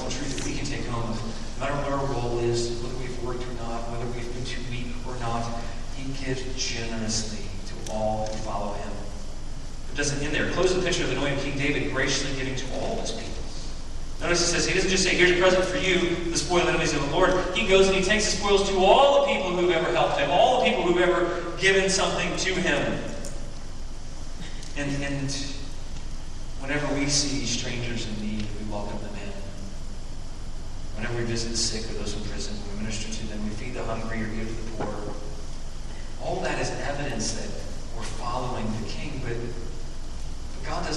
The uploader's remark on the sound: Due to technical difficulties, this Sunday's recording is not up to our normal sound recording standards.